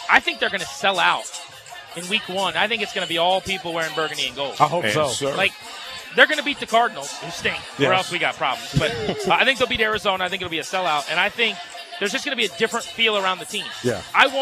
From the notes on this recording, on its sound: live from the Burgundy & Sold Party